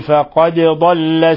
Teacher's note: من الخطأ أن ندغم الدال في الضاد، فهذه ليست قراءة حفص أبدا، قراءة حفص إظهار الدال، فقد وإظهارها يتم بقلقلتها